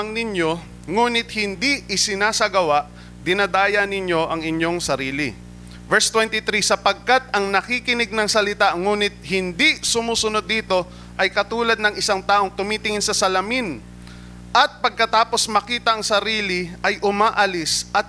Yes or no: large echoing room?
yes